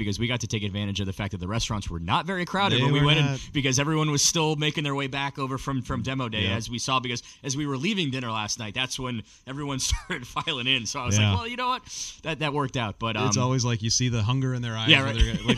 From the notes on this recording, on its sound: LIVE from the 2024 PGA Show. (face-to-face for the first time!). Live from Orlando, Florida to reflect on the 2024 PGA Show.